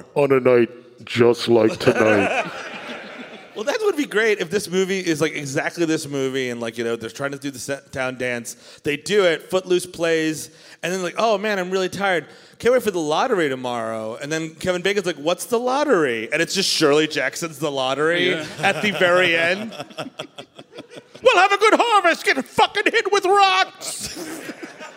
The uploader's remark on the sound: Recorded live at City Winery, November 21, 2021, in Nashville, TN